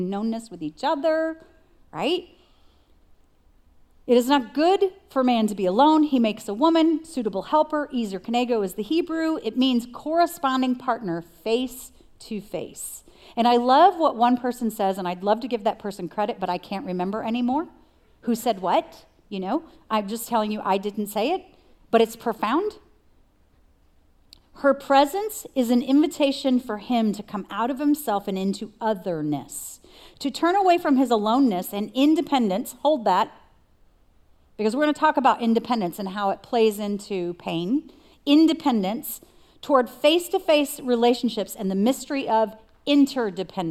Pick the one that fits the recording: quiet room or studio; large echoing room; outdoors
large echoing room